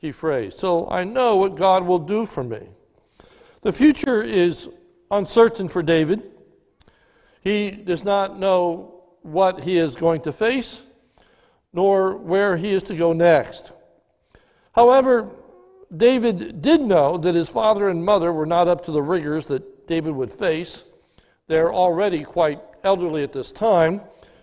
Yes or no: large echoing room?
yes